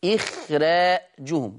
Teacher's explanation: أما إخراجهم فمن الملاحظ أنه الهمزة مكسورة والراء مفتوحة فبينهما حائل، أي بينهما حرف ساكن ألا وهو الخاء، ولكن هذا الحائل أو هذا الساكن لا يمنع من الترقيق · Term: ترقيق الراء